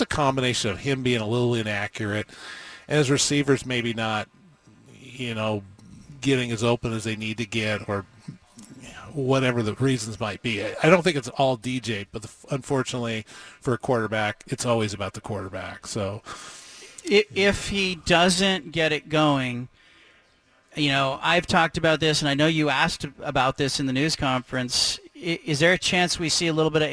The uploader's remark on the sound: broadcasts live from Reser Stadium